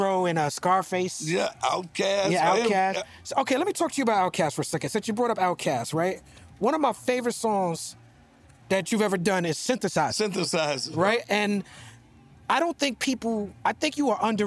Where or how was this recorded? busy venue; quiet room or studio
busy venue